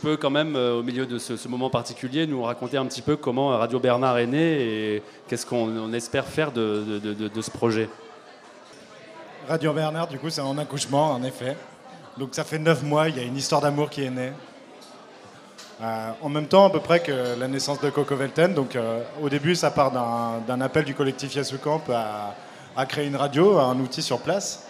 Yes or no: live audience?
yes